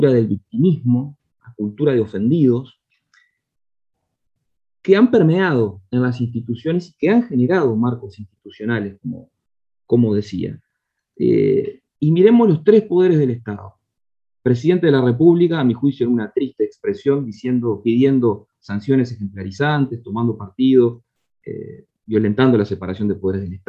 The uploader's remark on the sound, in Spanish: Mesa Redonda Virtual